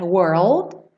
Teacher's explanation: Muitas vezes você nem ouve o D, na verdade